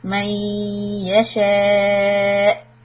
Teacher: And stop on Hamza with a little hiccup.